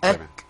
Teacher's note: للأذان يراعون همس الكاف